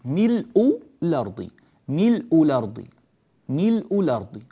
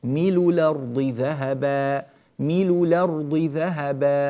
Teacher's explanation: المسألة الأولى كلمة ملء، كلمة ملء قرأها الأصبهاني كالأزرق بالتحقيق، ملء الأرض، ملء الأرض، ملء الأرض، وقرأها بوجه إضافي لم يقرأ به الأزرق، وهنا المخالفة أنه نقل حركة الهمزة من ملء اللي هي ضمة الهمزة، نقلها إلى اللام الساكنة التي قبلها مل فصارت ميلو، ثم حذف الهمزة · Shown in: second take · ميل الأرض ذهب، ميل الأرض ذهب، أو ملء الأرض ذهب. · Term: النقل